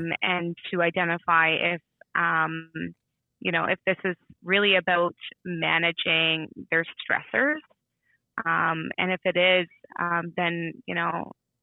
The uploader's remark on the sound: We're here on the phone